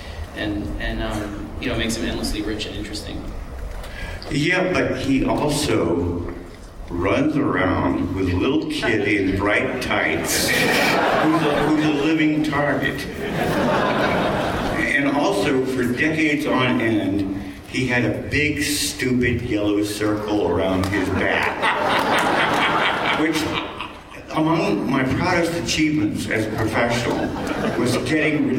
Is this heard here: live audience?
yes